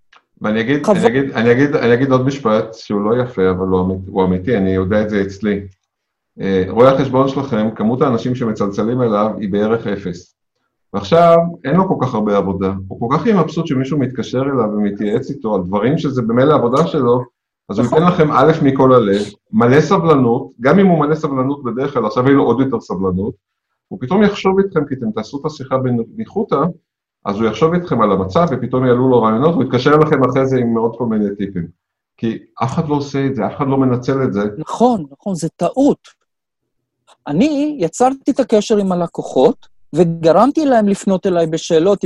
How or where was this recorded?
video call